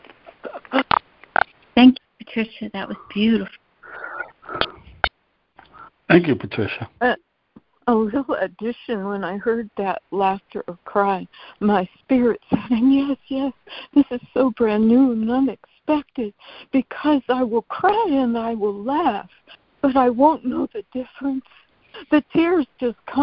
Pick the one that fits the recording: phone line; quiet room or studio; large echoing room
phone line